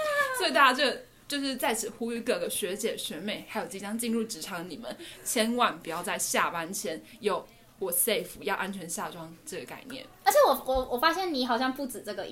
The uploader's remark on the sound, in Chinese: 很破的錄音設備跟虛脫的聲音。我們真的是趁著下班時間錄製的。